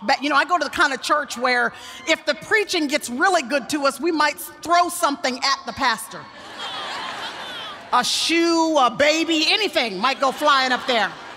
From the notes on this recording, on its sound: Speaks at the 2018 Passion Conference for TBN’s Praise.